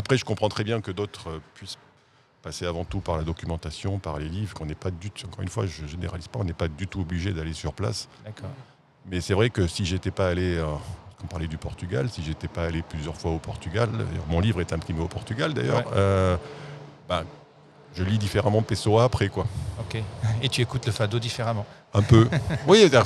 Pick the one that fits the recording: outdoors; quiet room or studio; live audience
outdoors